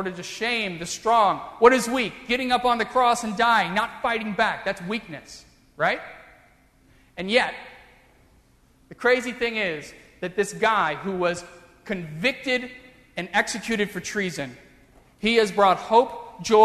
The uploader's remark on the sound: during the Heritage service (10:30 am) on Sunday June 19, 2016, at First Presbyterian Church of Arlington Heights, Illinois.